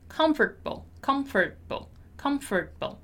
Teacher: notice that we don't pronounce the letter A